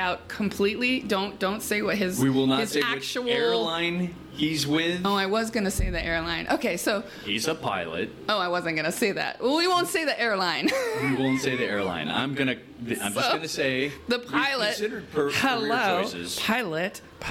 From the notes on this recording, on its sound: Recording live from the event here in Costa Rica!